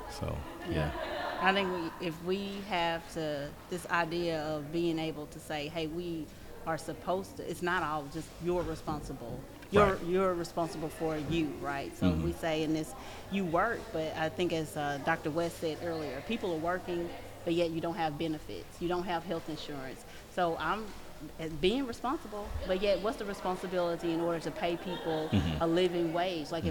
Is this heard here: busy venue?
yes